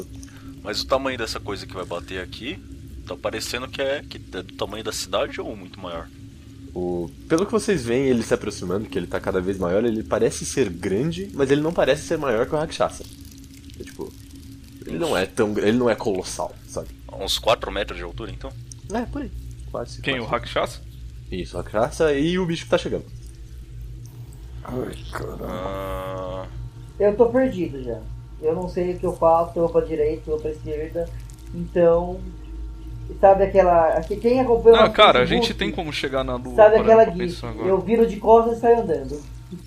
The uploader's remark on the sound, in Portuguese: Já fica aqui o aviso de que esse episódio está datado em edição, equipamentos para captação de áudio, narrativa e muito mais.